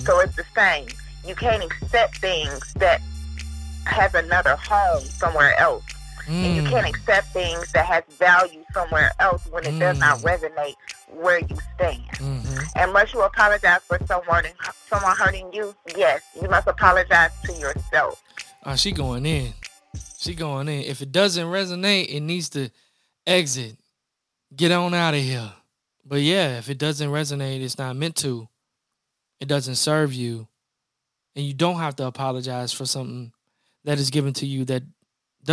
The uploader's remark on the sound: call in guests